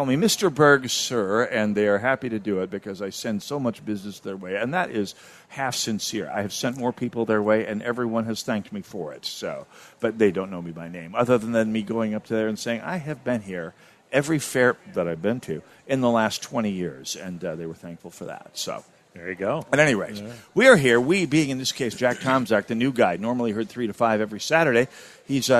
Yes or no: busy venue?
yes